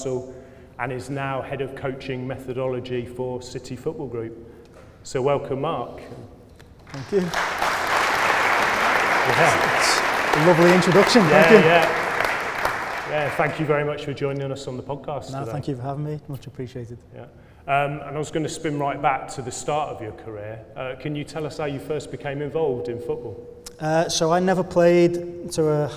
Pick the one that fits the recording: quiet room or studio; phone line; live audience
live audience